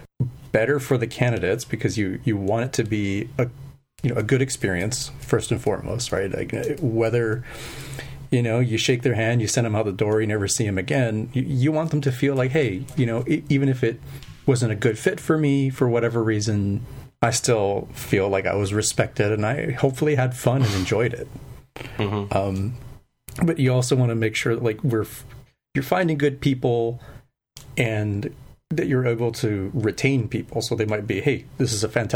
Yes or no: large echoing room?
no